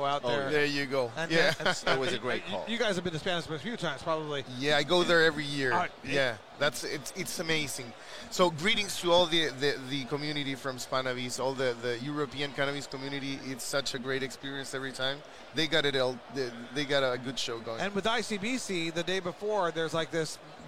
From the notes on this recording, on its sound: LIVE at MJ Biz Con 2022